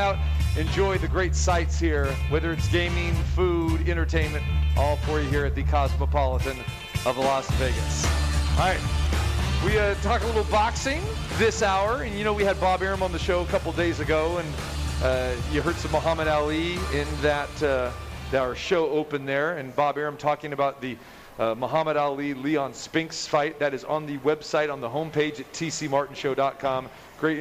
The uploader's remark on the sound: Live From The Cosmopolitan